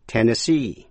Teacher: nhấn mạnh vào vần cuối